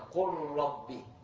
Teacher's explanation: فهذا عم يقول لك الإدغام فيه حركة عملين. العمل الأول قلب الحرف الأول مثل الثاني لأن اللام غير الراء نقلبها راء، والعمل الثاني إنه أدغمناها فيها فصارت حرفا مشددا قل ربي.